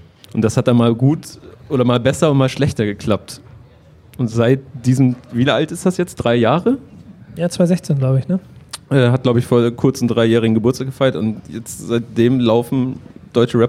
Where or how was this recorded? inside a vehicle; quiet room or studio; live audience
live audience